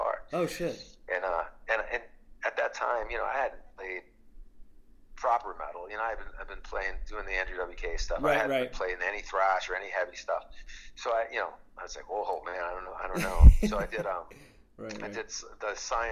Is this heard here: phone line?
yes